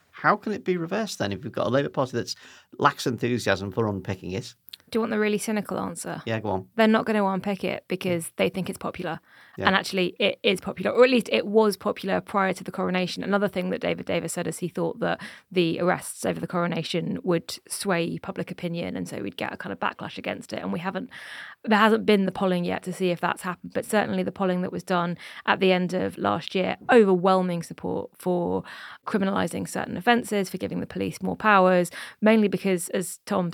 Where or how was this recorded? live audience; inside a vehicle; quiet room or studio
quiet room or studio